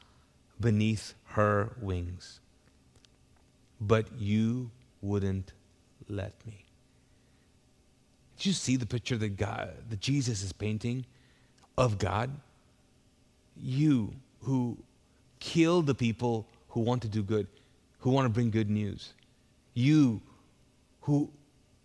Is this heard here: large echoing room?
yes